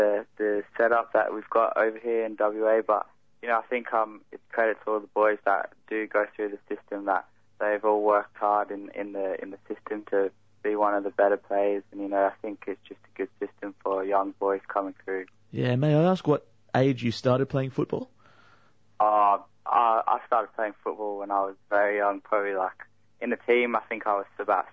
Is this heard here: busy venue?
no